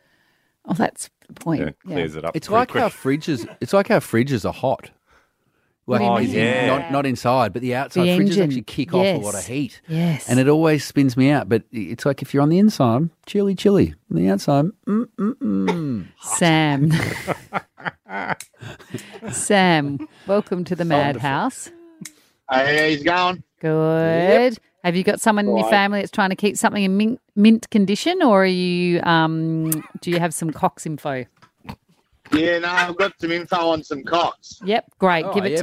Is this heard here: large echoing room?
no